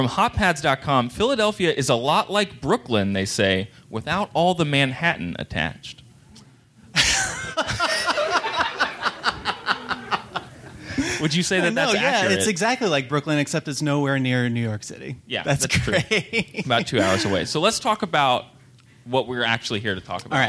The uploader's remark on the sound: Live from Philadelphia. This show was recorded live in Philadelphia, PA.